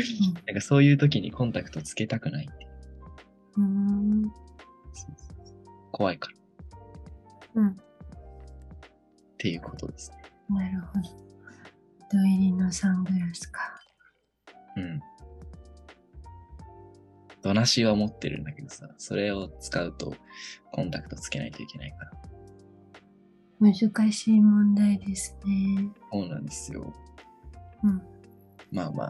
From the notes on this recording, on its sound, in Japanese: 今回はzoomで収録しているので、多少音質が悪いです。